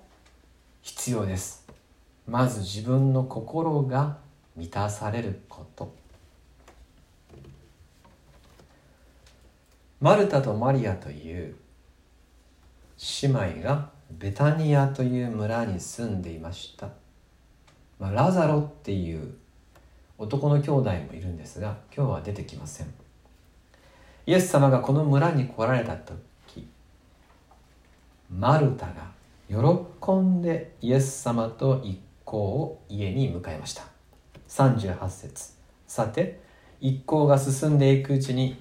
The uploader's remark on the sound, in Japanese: 2020/05/17吉備教会礼拝メッセージ録音です。